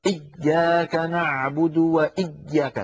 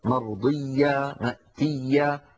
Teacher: إيا التشديد شيء والشدة شيء آخر، التشديد هو أن يكون الحرف مضاعفة، أما الشدة هي انحباس الصوت، فالياء لا ينحبس صوتها بل تكون مضاعفة · Shown in: second take · إيا فيها شدة وليس فيها شدة، فصوتها مستمر لا انقطاع فيه. · Term: حرف رخو